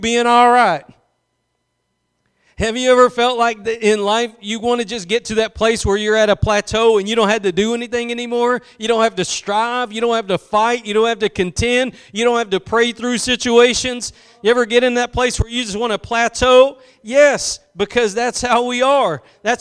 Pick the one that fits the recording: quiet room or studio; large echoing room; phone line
large echoing room